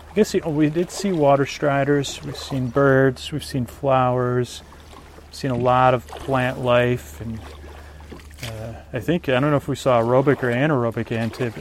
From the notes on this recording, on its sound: On Location in a Kayak. A real ride in a Kayak, it has been edited but it is a on location show.